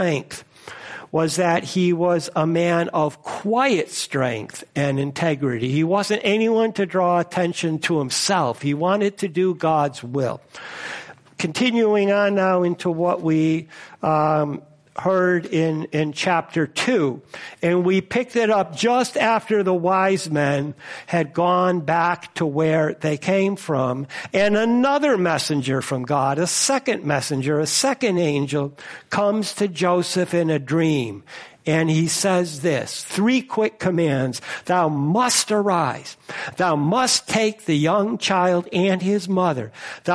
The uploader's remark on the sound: First Congregational Church of Clinton, MA -- Christmas Eve Service